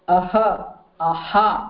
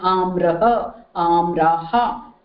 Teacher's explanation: Aha, aha, whenever amraha, amraha, the visargaha takes the, it is a ha pronunciation, but it takes the pronunciation of the vowel which it follows. The vowel, if the preceding vowel is a, then it will be pronounced as ha.